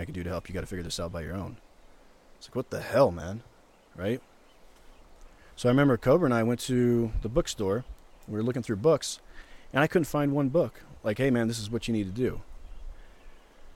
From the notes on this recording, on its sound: This podcast episode was recorded outside in the middle of Yosemite. Birds and river.